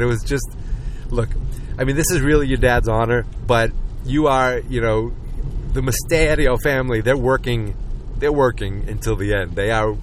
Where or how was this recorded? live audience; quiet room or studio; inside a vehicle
inside a vehicle